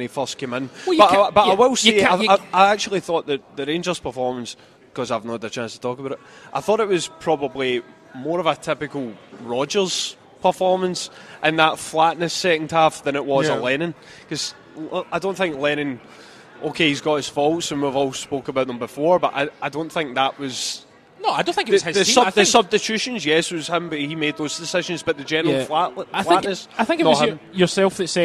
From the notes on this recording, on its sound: Cynic Live Lunch. Another Cynic Live Video broadcasted from Platform at the Argyle Street Archers.